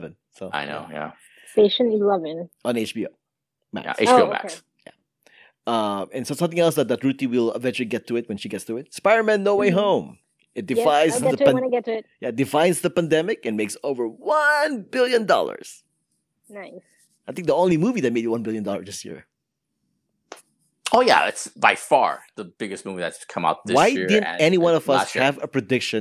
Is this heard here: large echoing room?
no